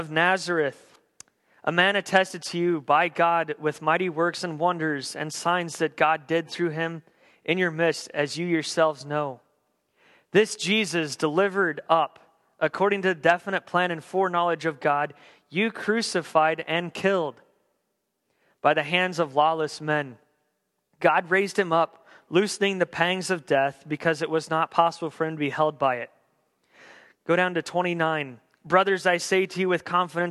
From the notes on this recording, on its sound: On December 27th, 2015 at The Well an Acts 29 &amp; Converge Heartland Church in Hastings, NE. At The Well an Acts 29 & Converge Heartland Church in Hastings, NE.